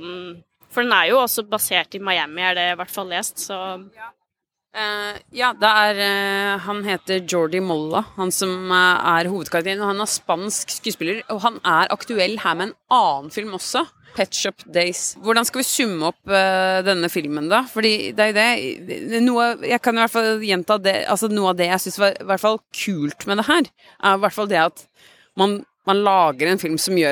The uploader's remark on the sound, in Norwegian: I det provisoriske studioet i en casino-hage på filmfestivalen i Venezia.